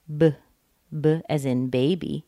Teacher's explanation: If I say the sound b, b as in baby, I put my lips together, I use my voice, I let a little air come out between the lips, and I make the sound b.